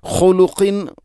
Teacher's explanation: ഖുലുഖിൻ ഖാ ഖാഫ്, തൊണ്ടയുടെ ഏറ്റവും മുകൾ ഭാഗം ഖാ, അതിനും തൊട്ട് അപ്പുറത്തായിട്ടാണ് ഖാഫ്